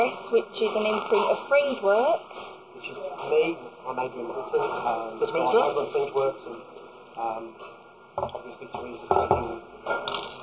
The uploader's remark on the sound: talking to us at the launch event for Her Dark Voice